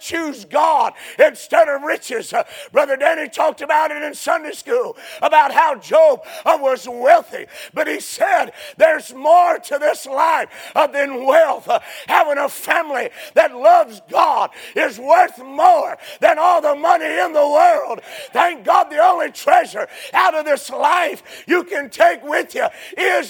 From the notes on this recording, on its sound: A sermon preached Sunday Morning